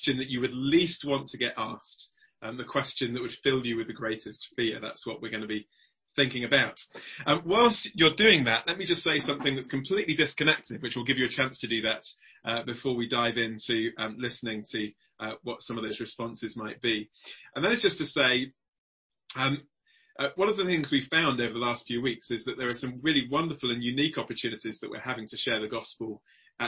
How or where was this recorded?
video call